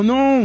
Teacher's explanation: you might hear that no, and there's another N at the end, but it's all in your nose. And that's what we call nasal vowels.